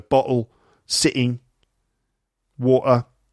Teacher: And T sounds in the middle of words are dropped.